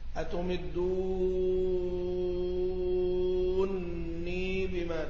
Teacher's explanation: بإدغام النون في النون مع مد الواو قبلها · Term: الإدغام الكبير